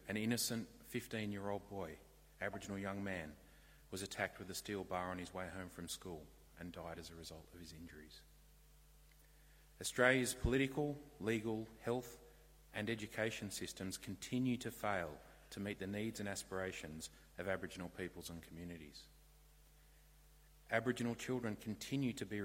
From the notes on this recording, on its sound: This bonus episode features a sermon originally preached for our Day of Mourning service 2023.